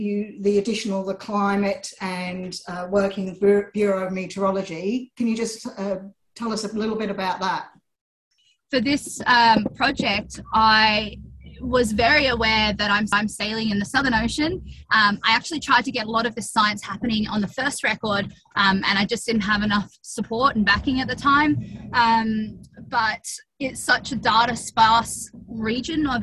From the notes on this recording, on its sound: As she hurtles around Antarctica. We did this chat via Zoom link.